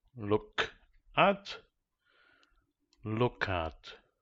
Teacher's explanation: Instead of look at, with the focus on k, the emphasis remains a little longer on the vowel sound u